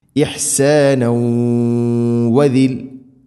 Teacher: തൻവീനിനെ വ എന്ന അക്ഷരത്തിലേക്ക് കൂട്ടി ലയിപ്പിച്ചു മണിച്ചുകൊണ്ട് ഉച്ചരിക്കണം. ഇഹ്സാനൗ വദിൽ, ഇങ്ങനെ, ഇതാണ് ഇദ്ഗാം ബിഗുന്ന.